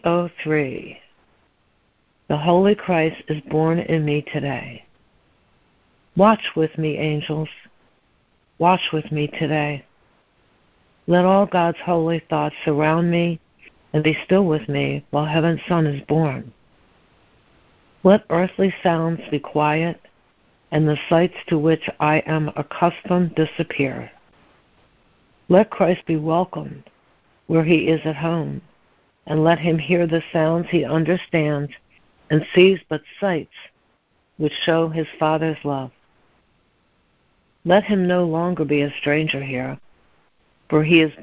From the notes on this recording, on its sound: ACIM Daily Conference Call